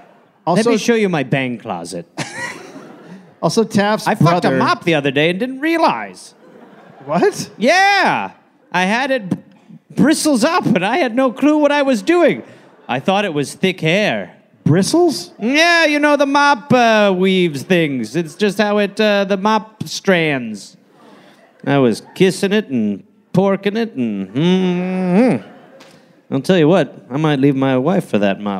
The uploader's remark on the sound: Recoded live in Columbus, Ohio.